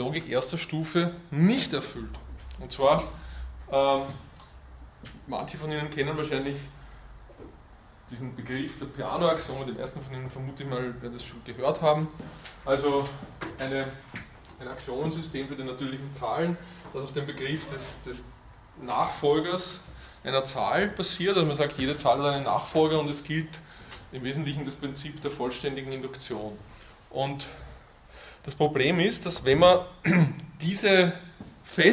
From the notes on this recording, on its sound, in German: Diese Vorlesung wurde von Studierenden aufgenommen